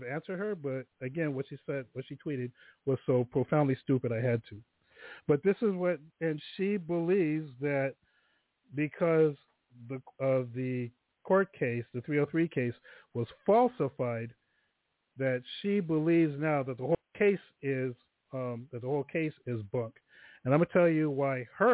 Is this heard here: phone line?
yes